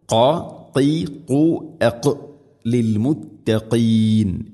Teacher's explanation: അതുപോലെ അൽ മുത്തഖീൻ മുത്തഖീൻ ഖാഫ് മുത്തഖീൻ എന്നല്ല, മുത്തഖീൻ. തൊണ്ടയുടെ മുഗൾ ഭാഗവും കഴിഞ്ഞ് അതിൻ്റെ മേലെയാണ് ഖാഫിൻ്റെ മഖ്റജ്. അപ്പോൾ ഖാ ഖീ ഖു അഖ് ലിൽ മുത്തഖീൻ ഇങ്ങനെ വായിക്കണം.